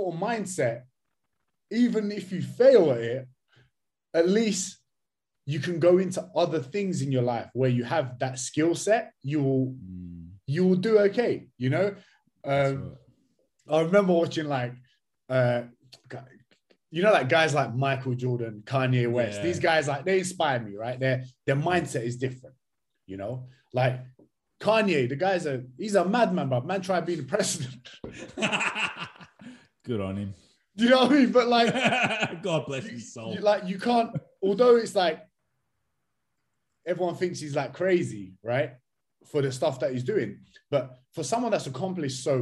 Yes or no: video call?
yes